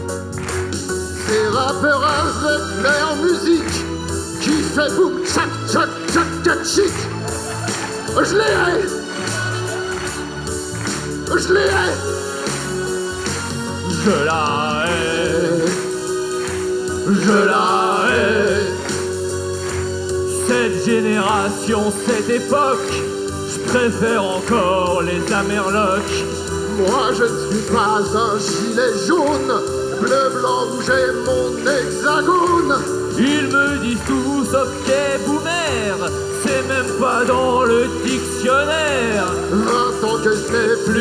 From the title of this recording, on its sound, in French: De Retour En Public